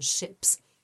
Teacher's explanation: when it comes after an unvoiced sound like p, as in shop, it's an unvoiced s.